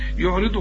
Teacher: الراء هنا مكسورة وطلعها أكثر رقة